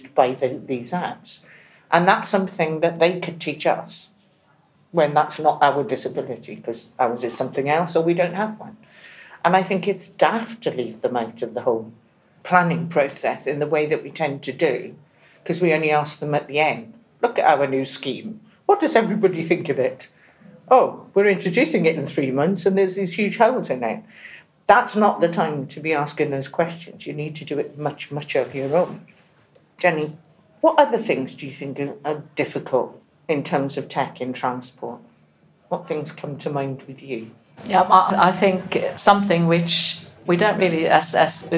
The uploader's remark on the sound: This episode was recorded live during the Transport Innovation Summit 2023 and, as a result, there may be background noise present throughout the discussion.